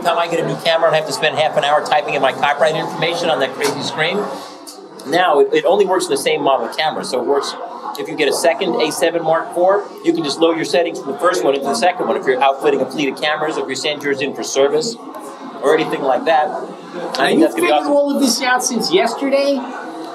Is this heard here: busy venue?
yes